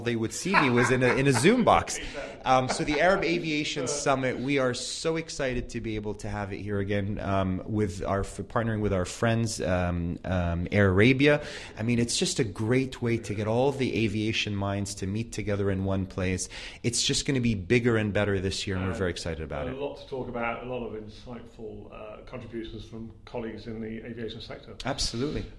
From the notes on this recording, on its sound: World Travel Forum - Lucerne Innovation Summit, where this podcast is being recorded.